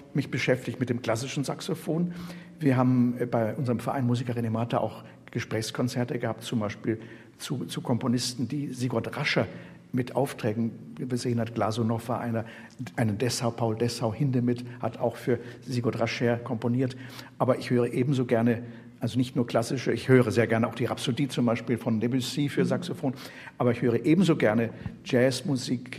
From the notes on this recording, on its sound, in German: Live aus der Musikhochschule München. Samt Live-Musik.